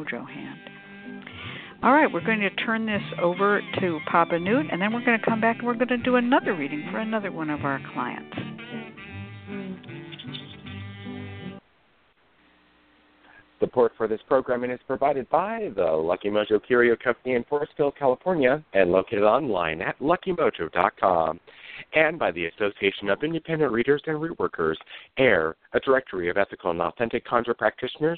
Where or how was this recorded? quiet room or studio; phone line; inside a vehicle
phone line